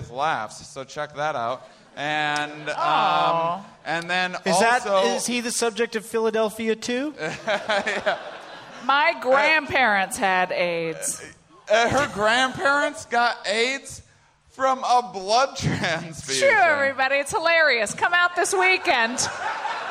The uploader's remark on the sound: Live from the Tempe Improv in Tempe, Arizona